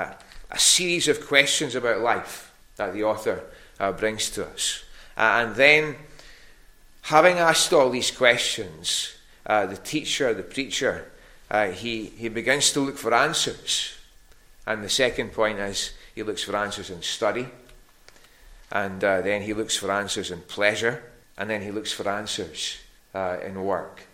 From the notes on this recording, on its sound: recorded at North Harris Free Church on the evening of Sunday, 10th September 2023